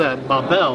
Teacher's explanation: They actually stress the second part. It's almost identical to the way the French say it.